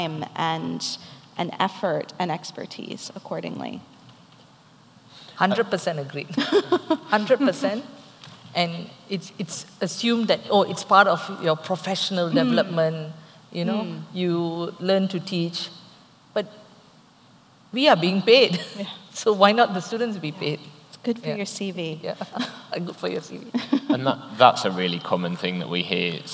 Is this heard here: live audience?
yes